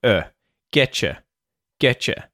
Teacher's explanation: They get contracted together and they form a new sound, which is T and Y becoming Ch. So, get your becomes get chore. · So, get your becomes get chore. And we reduce your, the vowel sound in your, or to the schwa sound · Term: assimilation